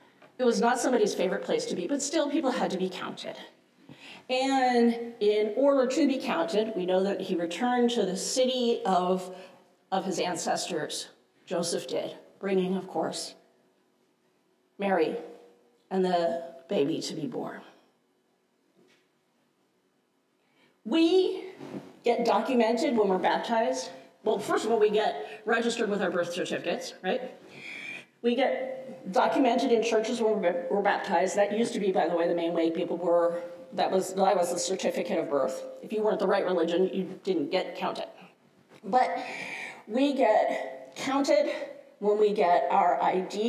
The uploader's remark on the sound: Resurrection Lutheran Church - Sunday Service 01-01-23